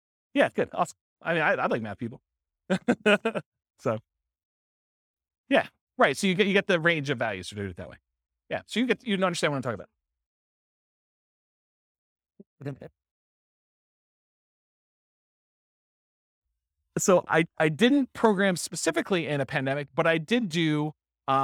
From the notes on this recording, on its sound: This was a live class recorded